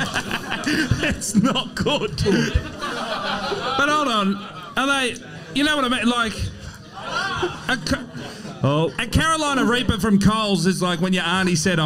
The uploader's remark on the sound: The second half of our Melbourne Live show